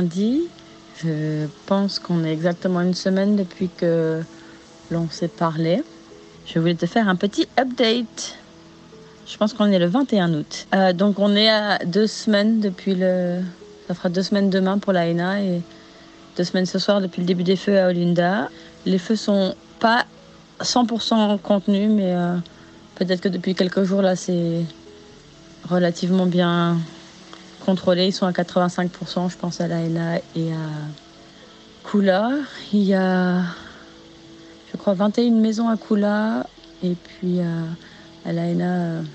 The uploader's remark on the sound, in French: se retrouve sur la plage pour faire le point avant d'aller faire du surf ensemble